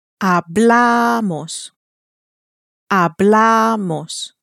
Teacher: You can hear the stress on the next to last syllable.